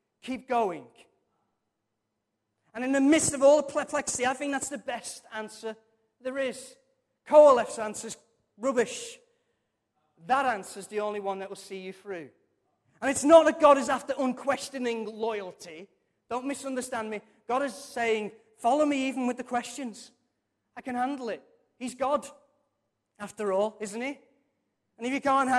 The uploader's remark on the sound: Recorded from our Sunday morning service